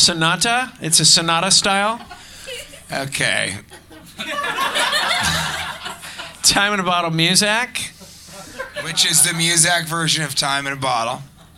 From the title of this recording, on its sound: Live from Cleveland